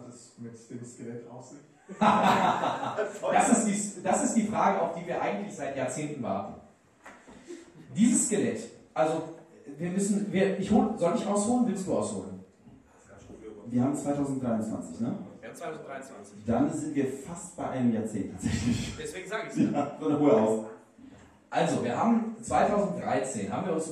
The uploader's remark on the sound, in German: Live in Lüdenscheid Teil 2